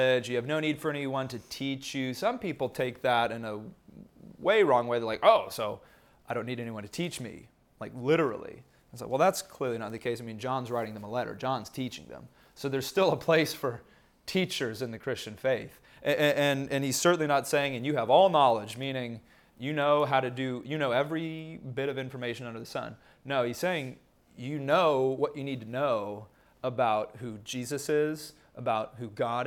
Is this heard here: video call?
no